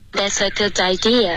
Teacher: 这个开头的 that 稍微震动的狠一点